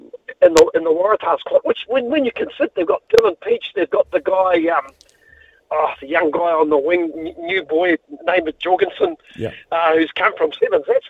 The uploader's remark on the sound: Listeners call